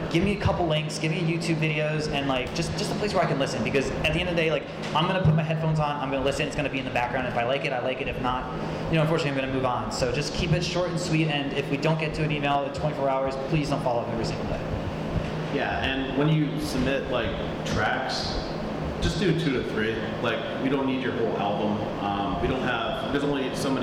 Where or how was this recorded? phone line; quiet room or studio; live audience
live audience